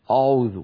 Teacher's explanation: شايفين هكذا يقول أعوذ، فيفخم الهمزة، وهذا أمر بشع جدا